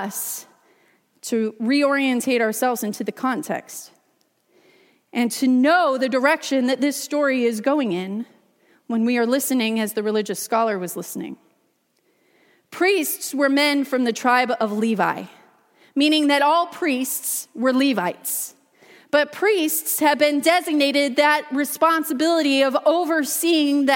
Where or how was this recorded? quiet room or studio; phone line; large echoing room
large echoing room